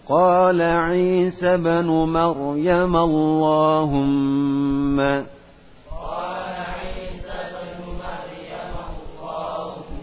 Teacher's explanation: Qala 'Isa ibn Maryam Allahumma, مريم قال عيسى بن مريم اللهم مريم kemudian اللهم itu ingat ya, walaupun tidak ada tanda alif kecil ya, maka dibaca panjang ya, la Allah dibaca dengan bacaan yang tebal